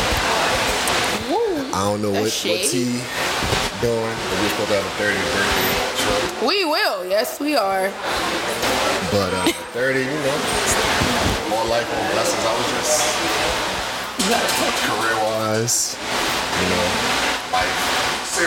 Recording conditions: background noise